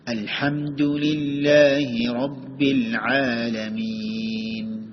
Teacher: റബ്ബി എന്ന വാക്ക് ഉച്ചരിക്കുമ്പോൾ റാ കനപ്പിക്കേണ്ടതാണ്. റബ്ബി എന്ന് പറഞ്ഞാൽ പോരാ, റബ്ബി റാ എന്ന സ്വരത്തിലാക്കി മാറ്റേണ്ടതാണ്. · Term: തഫ്ഹീമുർ റാ